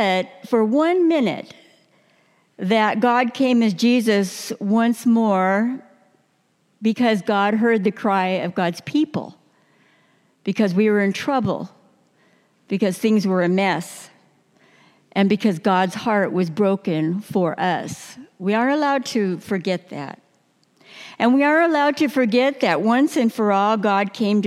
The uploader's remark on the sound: New Year message delivered during the 9:00 Worship service.